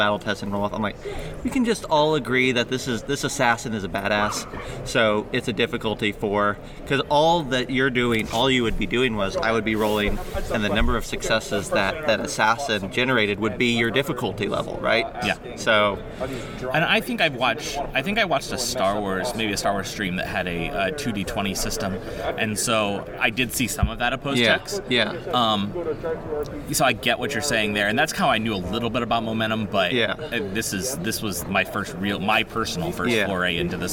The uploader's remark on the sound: Live From Fort Wayne, It’s Winter Fantasy! We are coming at you LIVE from the Grand Wayne Center in beautiful and blustery downtown Fort Wayne.